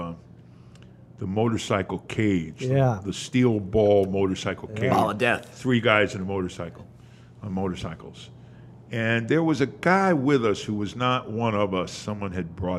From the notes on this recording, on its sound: The Moisture Festival Podcast records on location at Hale’s Ales